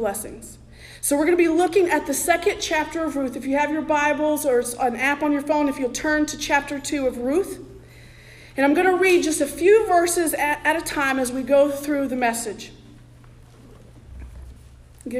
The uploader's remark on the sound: Sermon preached at The Salvation Army Augusta Kroc on November 26, 2023